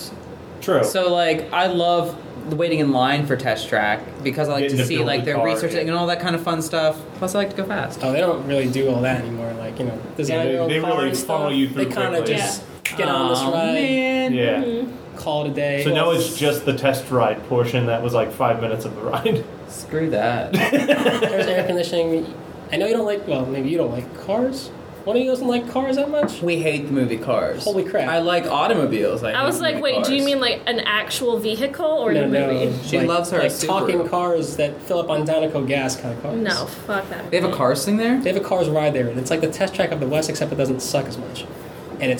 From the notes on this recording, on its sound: we sat down with him in our office (So audio may be a little echo-y)